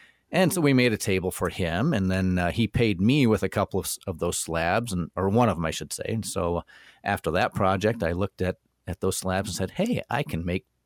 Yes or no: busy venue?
no